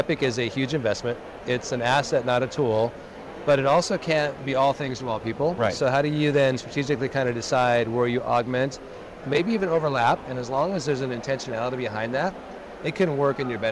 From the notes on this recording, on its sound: Today on the Conference channel, it’s a double Interview in Action live from the 2023 CHIME Fall Forum.